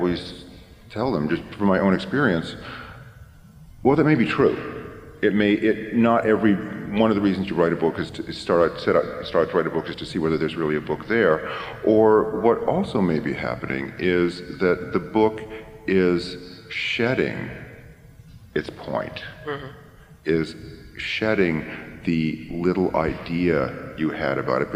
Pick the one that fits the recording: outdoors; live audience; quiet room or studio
live audience